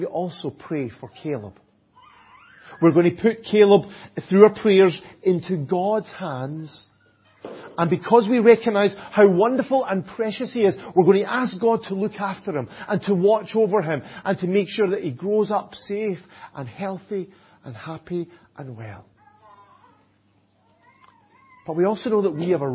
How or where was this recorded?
large echoing room